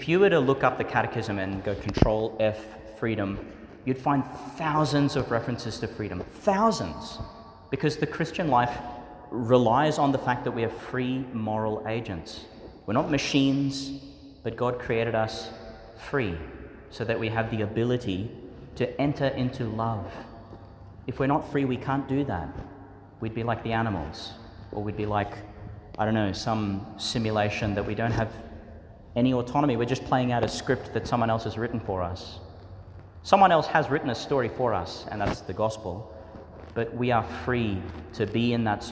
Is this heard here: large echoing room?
yes